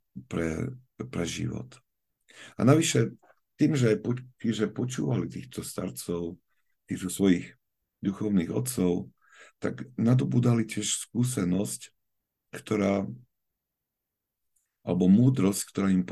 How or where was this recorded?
video call